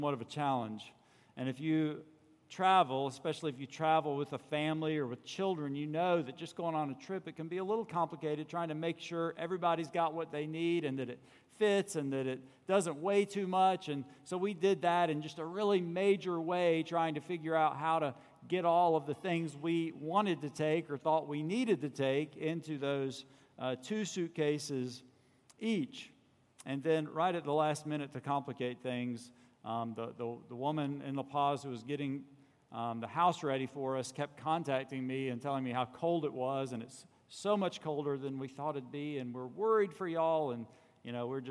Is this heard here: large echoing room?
yes